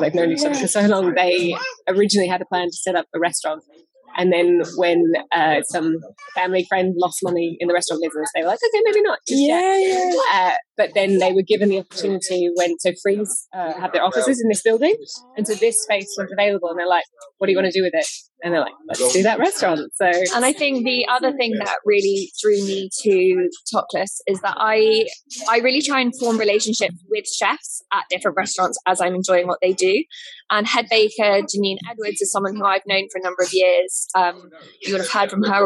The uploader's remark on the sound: Please download again to fix the overlapping sound. Apologies the background noise will still be there!